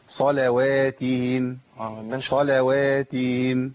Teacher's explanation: كتير من الناس بيسقط الهاء لان الهاء تقبل انها تختفي